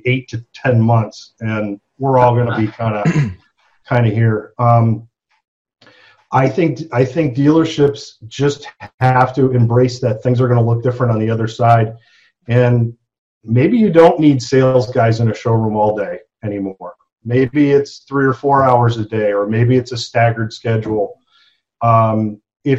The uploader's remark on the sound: ZOOM MEETING! Joined us for a Zoom simulcast.